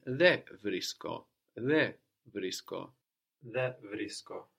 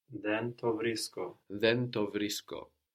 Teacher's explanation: With some words, like then, for example, you may hear and see in writing the N of then being dropped before certain sounds. · Shown in: first take